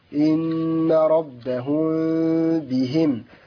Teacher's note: ميم ساكنة مظهرة إظهارا شفويا إن ربهم بهم ياء فتحة إن ربهم بهم ياء واو سكون